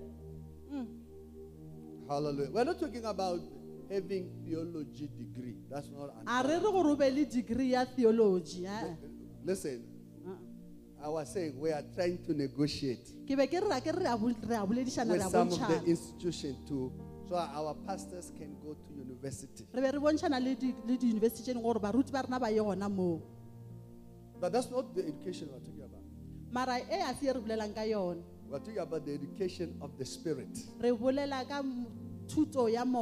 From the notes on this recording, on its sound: Day 1 Session 1 The Apostolos Thanksgiving Conference 2023